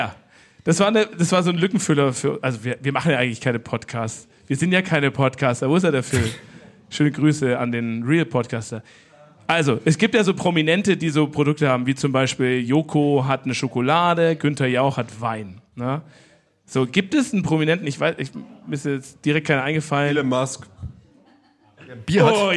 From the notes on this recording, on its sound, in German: Special LIVE Podcast im Afterwork. Das Ganze mit Bier und Mikro in der Hand. Anderes Setting, zu später Stunde und vor Publikum.